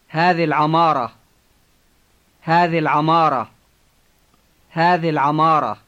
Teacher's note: notice that the letter I in the word il drops out when it comes right after the word هذه، because هذه ends in the vowel I.